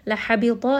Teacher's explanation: ha is going to be from the middle of the throat. Ta is going to be heavy.